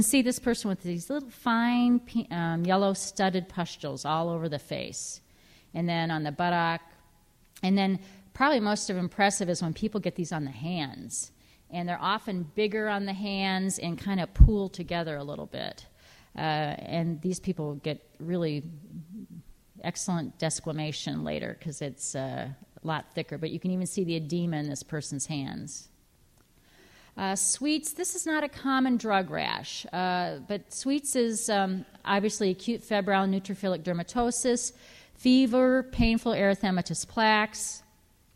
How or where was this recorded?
large echoing room